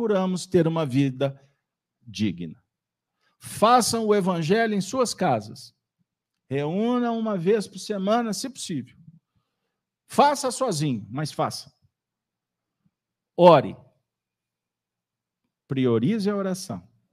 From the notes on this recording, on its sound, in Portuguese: Reunião Pública realizada na Fraternidade de Estudos Espírita Allan Kardec com público presencial, transmitida pelos Canais GÊNESE e RAE TV.